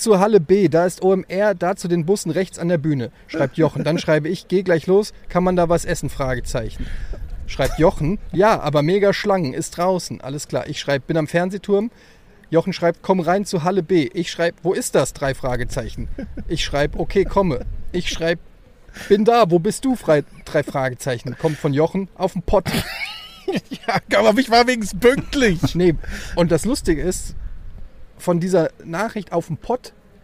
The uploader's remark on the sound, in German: Live vom OMR Festival